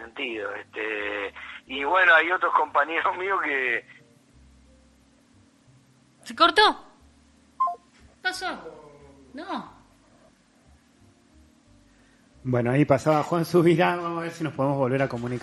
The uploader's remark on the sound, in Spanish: Charla Telefonica